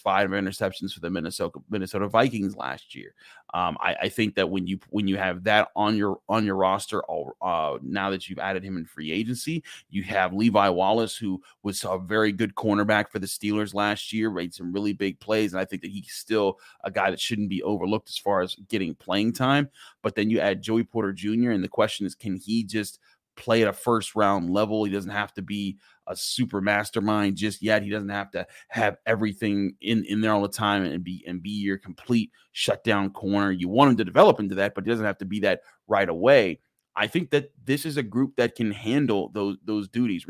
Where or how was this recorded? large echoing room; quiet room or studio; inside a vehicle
quiet room or studio